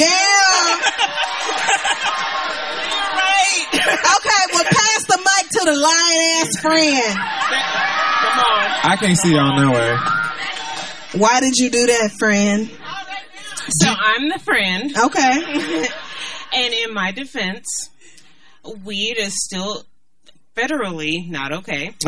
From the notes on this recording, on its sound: We go live in New Orleans for Essence Fest 2018.